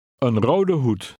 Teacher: Note that the first word, meaning a, is unstressed in combination.